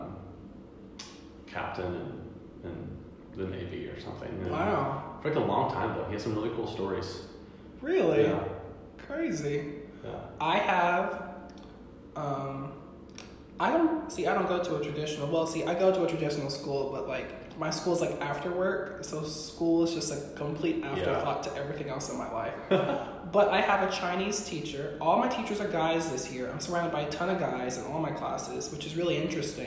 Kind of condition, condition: fault, echo